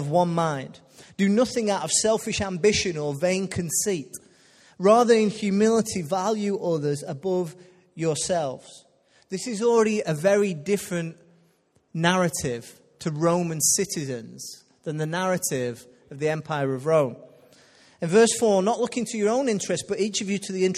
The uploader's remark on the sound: Recorded live at Life Church Lancashire